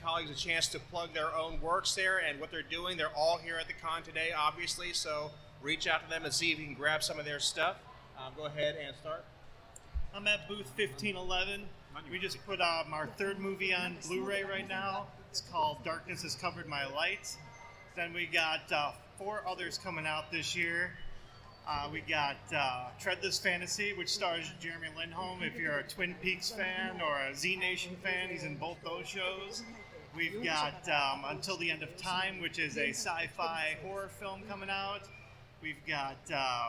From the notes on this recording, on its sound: Recorded live at FanExpo Chicago, this episode is a panel dedicated to The History of Fan Media.